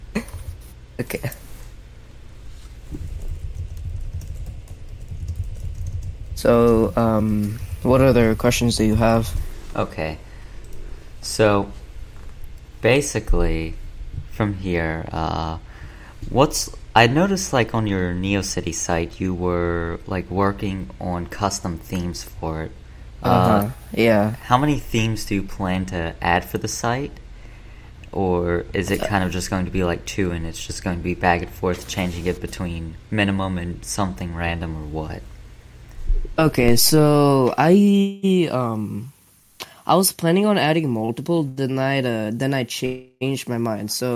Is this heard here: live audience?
no